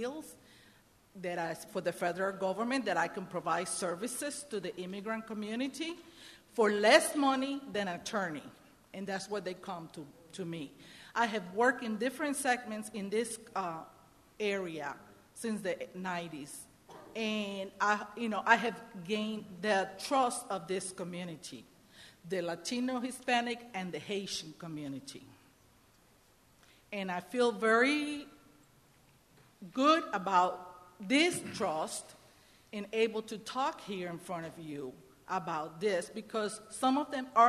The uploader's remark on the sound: A powerful town hall meeting recorded last week in Salisbury.